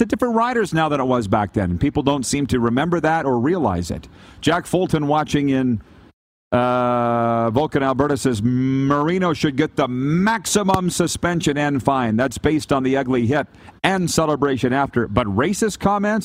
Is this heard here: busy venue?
yes